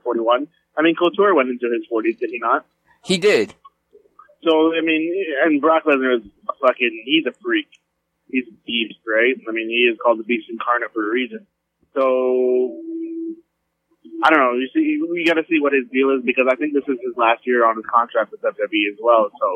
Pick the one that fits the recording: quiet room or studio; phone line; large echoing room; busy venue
phone line